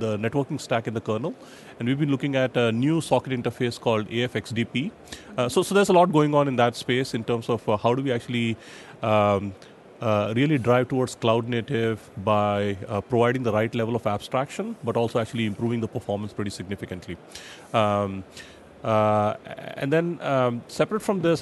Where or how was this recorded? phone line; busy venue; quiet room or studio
busy venue